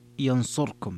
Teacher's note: قرأ أبو عمرو بخلف عن الدوري ينصركم بإسكان الراء